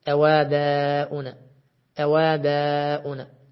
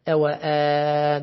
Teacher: فقرأها الأصبهاني بإسكان الواو مع نقل حركة الهمزة إليها · Shown in: first take · وحذف الواو هكذا أواباؤنا أواباؤنا، نعم.